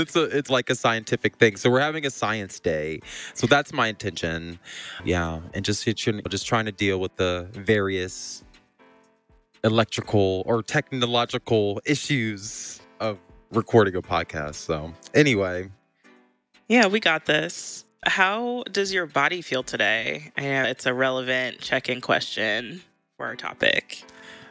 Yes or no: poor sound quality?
no